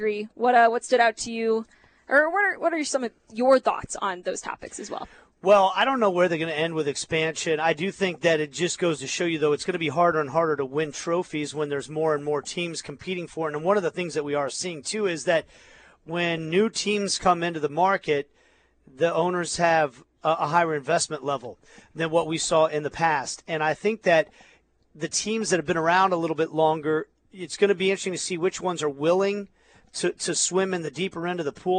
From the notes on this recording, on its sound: live from media day